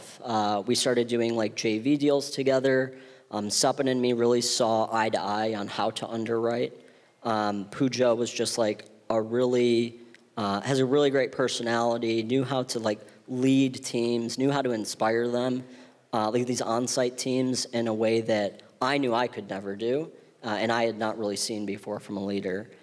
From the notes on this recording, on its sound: on stage at Re-convene '22 in Santa Monica